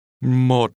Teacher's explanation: Remember the low, falling, broken tone.